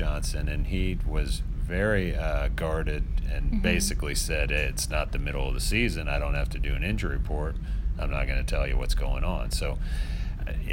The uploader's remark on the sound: Live from Carolina Panthers' minicamp